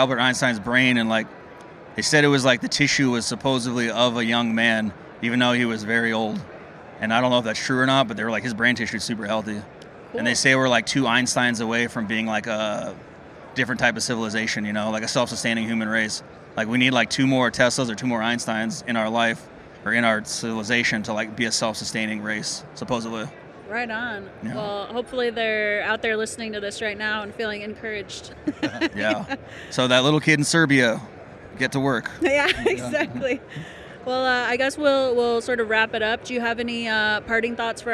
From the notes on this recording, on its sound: Recorded on site at MJBizCon 2022.